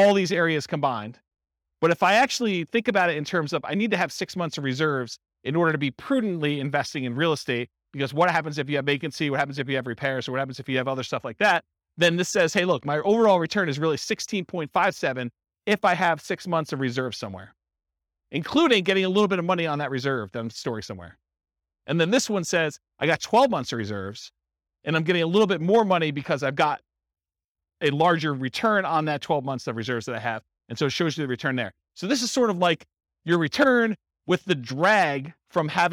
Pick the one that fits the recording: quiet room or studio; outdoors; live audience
live audience